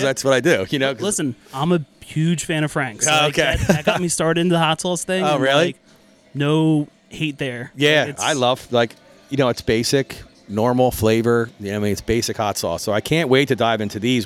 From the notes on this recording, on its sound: I was on location at Johnny's Pizza in Bryn Mawr